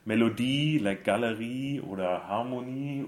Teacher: you only have to stress the E in the end